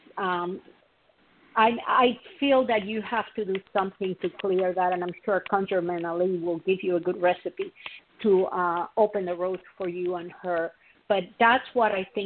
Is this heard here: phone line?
yes